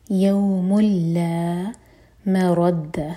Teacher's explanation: دوما کی تنوین side by side اس کے بعد ہے لام تو یہاں ہوگا ادغام بغیر غنہ کے یوم لا مرد میم لائٹ را ہیوی